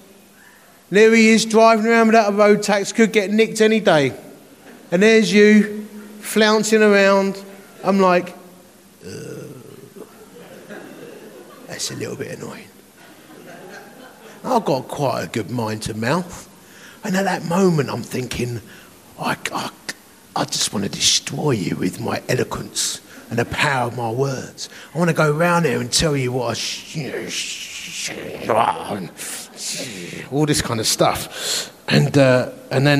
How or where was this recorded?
live audience